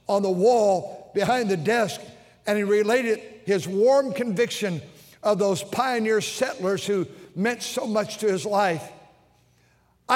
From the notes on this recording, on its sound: during the Sunday Evening service on November 5, 2023, at North Valley Baptist Church in Santa Clara, California